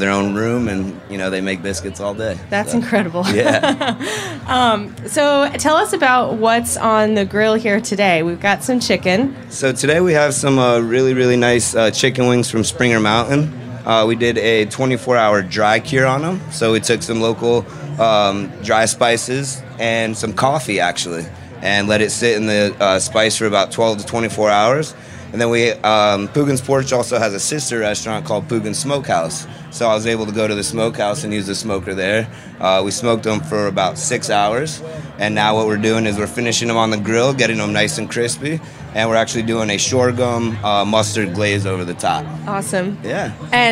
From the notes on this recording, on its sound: Day three at Charleston Wine + Food festival. At the Springer Mountain Farms campfire!